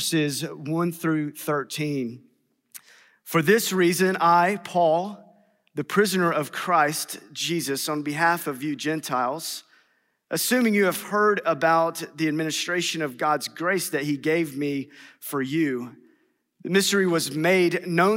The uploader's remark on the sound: in #SWBTSChapel on March 8th, 2022.